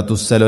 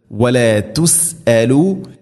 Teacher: ഹംസ തൊണ്ടയുടെ താഴേ ഭാഗം കൃത്യമായിട്ട് ഉച്ചാരണത്തിൽ ശബ്ദത്തിൽ കൊണ്ടുവരണം. · Shown in: second take